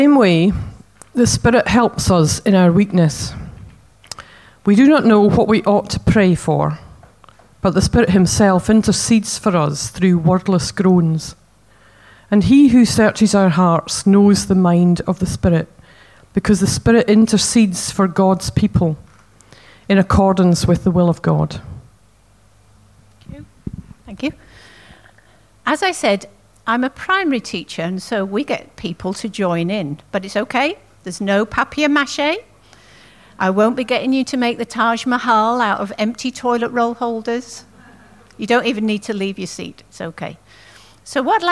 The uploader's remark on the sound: At King's Church, Cockermouth, as an audio file.